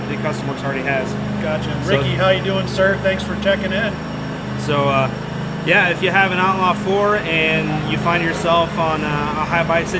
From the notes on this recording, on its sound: There is alot of background noise sorry this was after a race and they were tearing up track.